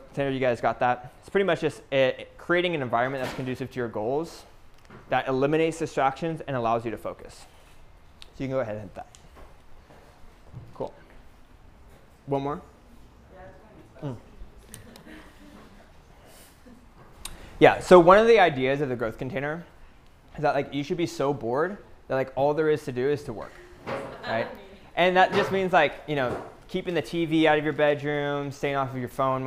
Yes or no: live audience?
yes